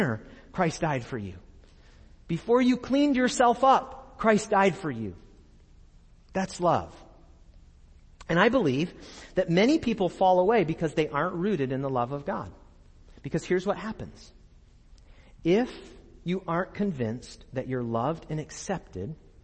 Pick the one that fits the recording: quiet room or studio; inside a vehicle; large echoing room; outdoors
large echoing room